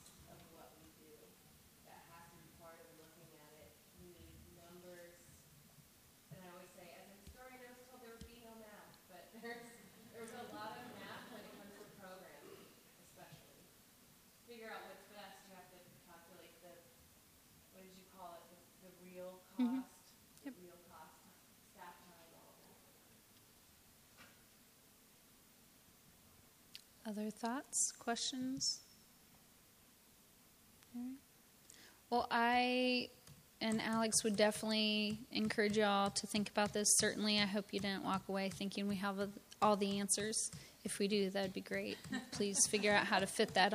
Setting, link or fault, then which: setting, live audience